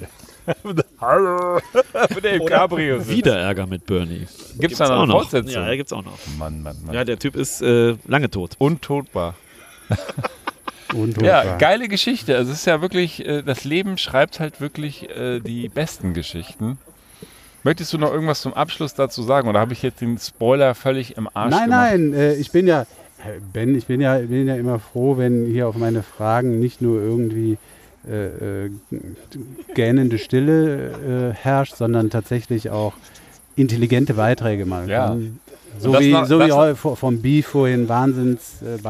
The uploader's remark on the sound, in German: Live aus dem Schrader-Garten. Vor einem äußerst red- und trinkseligem Live-Publikum erzählen wir bei einbrechender Dunkelheit Horror-Geschichten aller Art aus.